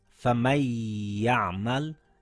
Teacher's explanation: The first one is followed by a yarmalun letter. So we drop the noon, then merge it, and make sure we hold the sound this time for two counts, because it's not a lam or a ra.